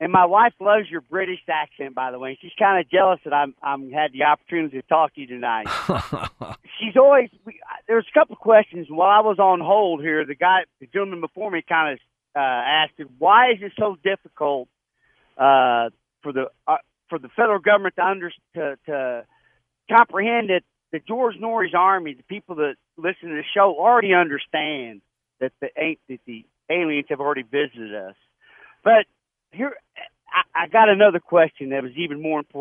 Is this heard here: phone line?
yes